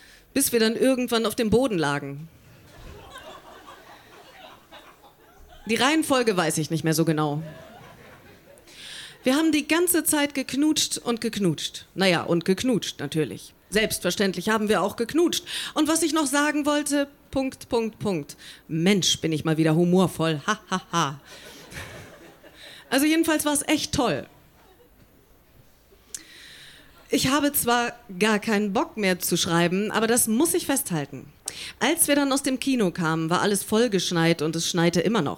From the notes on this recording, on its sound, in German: Auswahl der Beiträge von der „texte von gestern“-Liveshow. Im frannz Biergarten, Berlin. Heißen Dank an den frannz Biergarten, unser tolles Publikum.